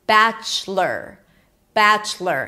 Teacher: Batch. And then the most important thing here is that you don't pronounce the O. It's not lore, but it's lur.